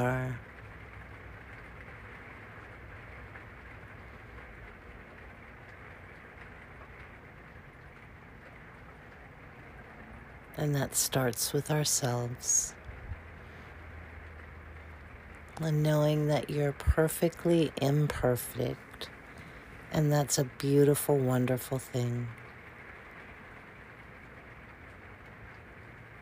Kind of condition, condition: fault, sounds in the background